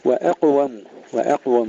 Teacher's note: ترقيق الهمزة وتفخيم القاف